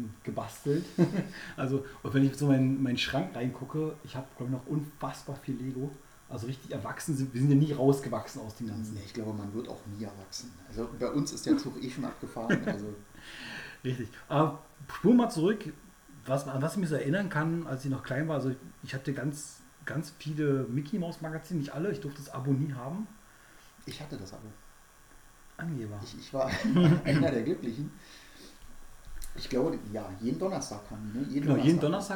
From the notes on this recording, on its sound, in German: Leider ist die Aufnahme recht leise geworden